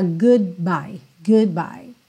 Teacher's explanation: O D encosta ali a língua no céu da boca, ele já é, encerra esse som do U que veio antes, tá?